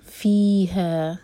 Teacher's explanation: فی اور ہا دونوں دو دو حرکہ، مد طبعی